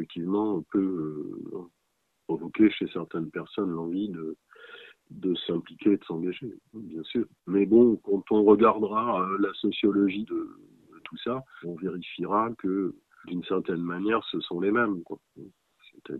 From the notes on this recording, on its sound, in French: Joint par téléphone.